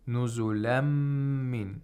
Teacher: we don't pronounce the nun sakina. Instead, we pronounce the next letter with tashdeed. That is meme here. · Term: idgham